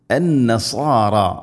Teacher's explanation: ലൈസത്തിന്ന നൂൻ ഷദ്ദുണ്ട് ഗുന്ന ചെയ്യണം